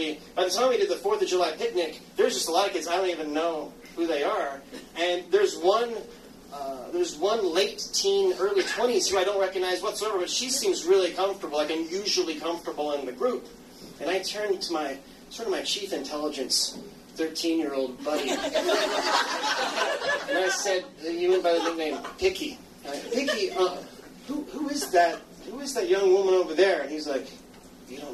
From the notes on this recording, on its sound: LIVE Storytelling. Tell this story live a few years back at Cafe Coco.